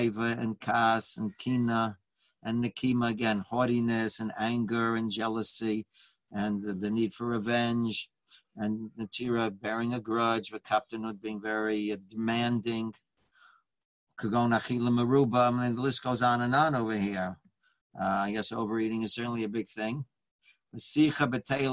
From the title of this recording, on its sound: Live On Zoom